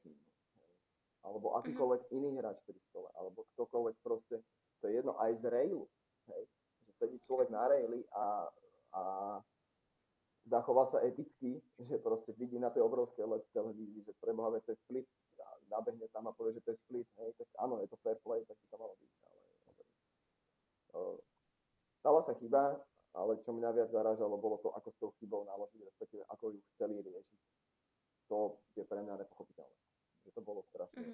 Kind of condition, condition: fault, poor sound quality